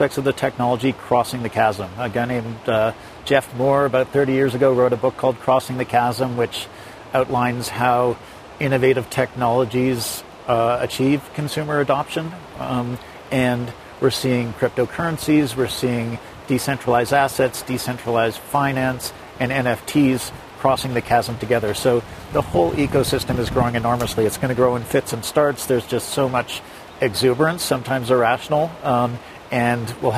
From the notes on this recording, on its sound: we’re live from the Aspen Ideas Festival